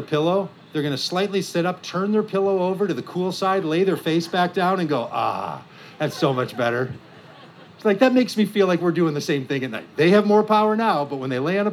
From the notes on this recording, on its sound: From The Wild Goose Festival. At the Wild Goose Festival in North Carolina in July of 2023.